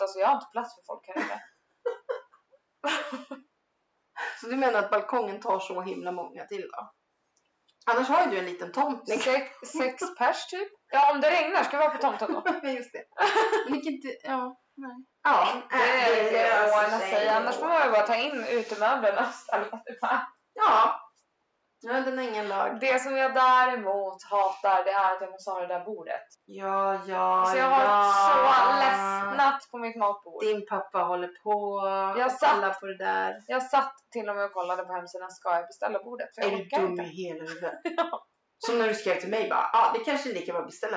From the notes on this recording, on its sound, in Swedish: Jo vi spelar in en hel timmas snack utan att kolla ljudet - och mikrofonen står på för högt ljud å det skorrar och har sig.